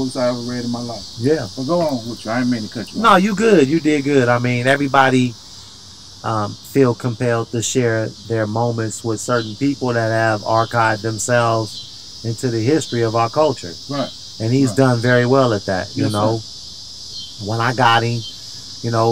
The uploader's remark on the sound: Hang Out in the Urban Born Garden